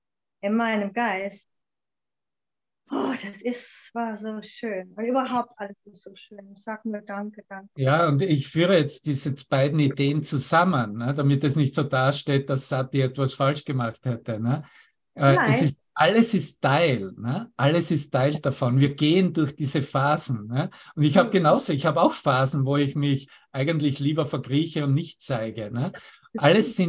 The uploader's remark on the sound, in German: Zoom-Session. Veranstaltet von der Aleph Akademie.